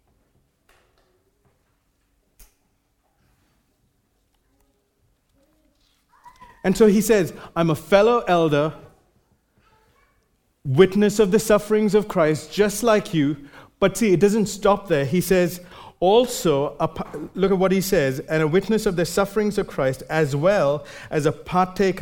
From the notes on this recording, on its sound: Recorded live at Grace Community Bible Church.